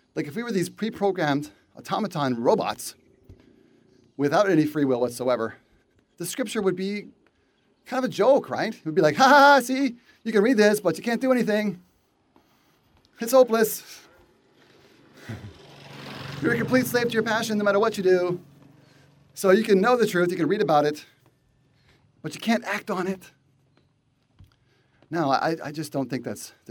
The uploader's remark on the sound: Walk and talk.